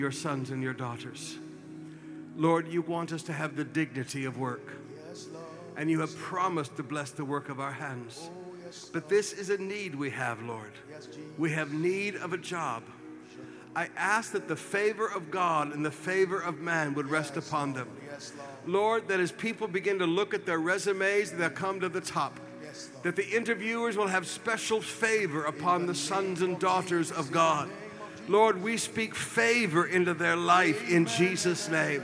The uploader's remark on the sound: Preached at the Qodesh